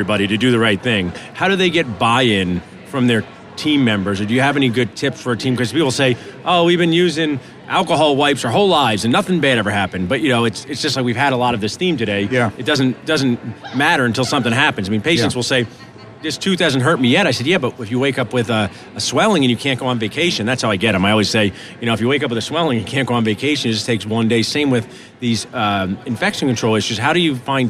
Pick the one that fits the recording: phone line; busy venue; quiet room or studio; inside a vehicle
busy venue